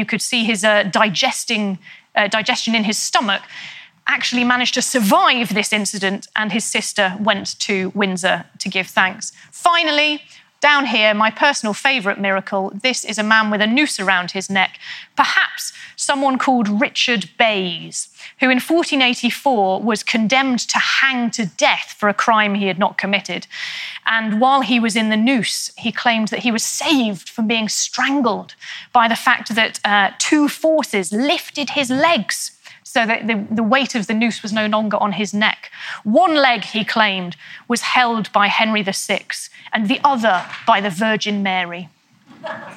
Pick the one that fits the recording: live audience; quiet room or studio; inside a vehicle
live audience